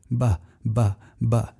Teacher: Now don't overpronounce the B, b, b, b, so that you're feeling that puff of air. Pronounce it naturally, b, b, b. You'll notice that there's no puff of air coming out.